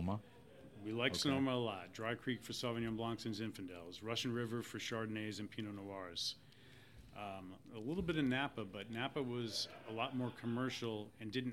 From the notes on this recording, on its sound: This episode of HRN On Tour was recorded at the Global Wine Dinner at Washington Prime as part of Norwalk Now’s CRUSH. This episode of HRN On Tour was recorded at the Global Wine Dinner at Washington Prime as part of Norwalk Now’s CRUSH.